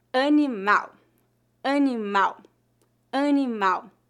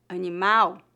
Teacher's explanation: a letra L é pronunciada como um U fraco em final de sílabas ou final de palavras. Faça de conta que a letra L no final é a letra W.